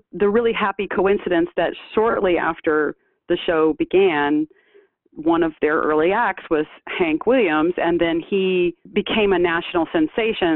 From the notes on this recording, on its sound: for an interview by phone